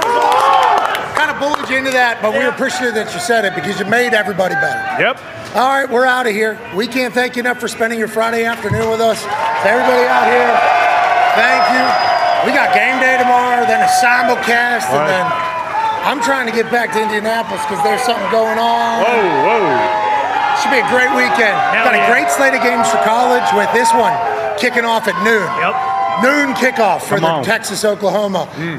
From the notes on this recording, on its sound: Live from the Texas State Fair in Dallas ahead of the Red River Rivalry game between Oklahoma and Texas. LIVE on set.